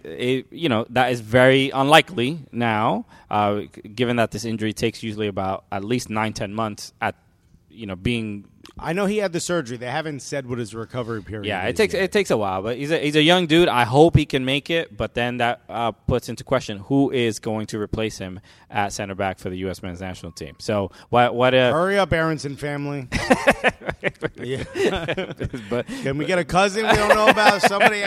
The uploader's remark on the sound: We are coming to you live from Subaru Park today!